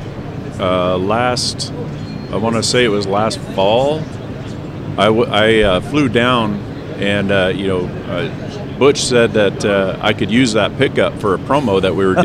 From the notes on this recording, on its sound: 2019 SHOT Show interviews form the Buck Knives Leadquarters